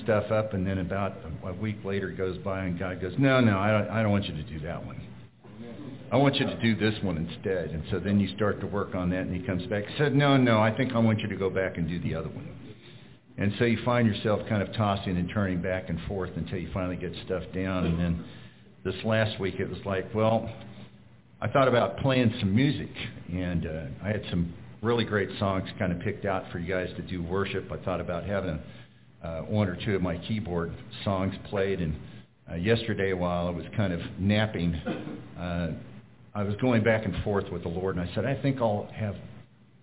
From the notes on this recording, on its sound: We will be sharing a recorded sermon. Preached at Glidden Baptist Church.